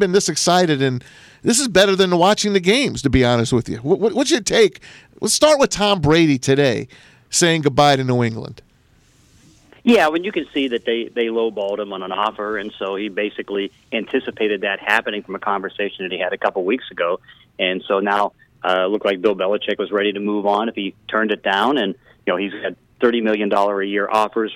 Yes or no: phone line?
yes